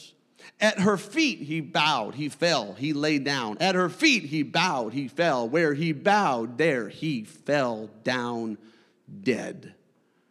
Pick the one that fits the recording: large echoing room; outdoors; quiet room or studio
large echoing room